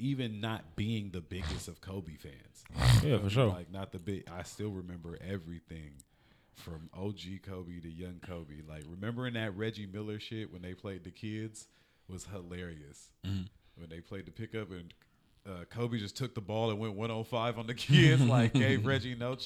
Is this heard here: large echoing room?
no